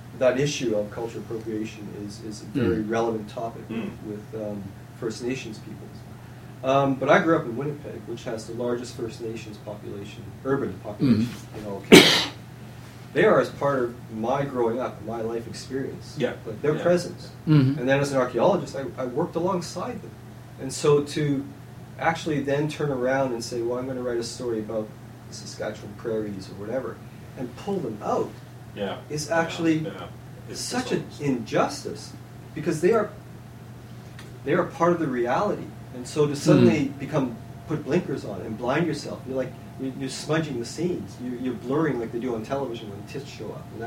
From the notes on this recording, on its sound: In Florida at the International Conference in the Arts. The sound quality is not ideal.